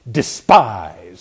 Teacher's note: that plosive D on there, that's designed to be a word that just, you can almost spit on somebody by saying it. Despise, and it just, you know, comes out of your mouth that way.